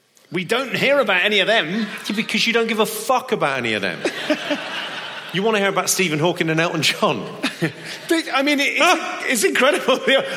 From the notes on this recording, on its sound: This is a live performance in front of an audience. Live on stage during his “Terribly Funny” tour shows in Manchester, Birmingham and Cardiff.